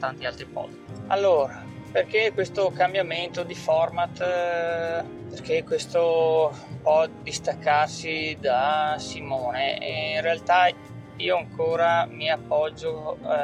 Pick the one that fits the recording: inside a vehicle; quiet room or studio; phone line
inside a vehicle